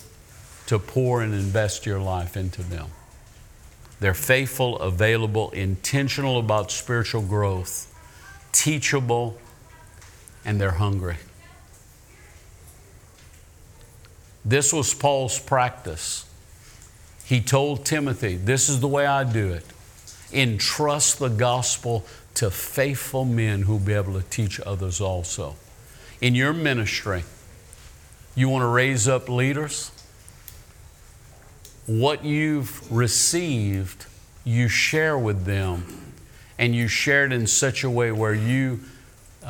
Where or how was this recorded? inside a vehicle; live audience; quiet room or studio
live audience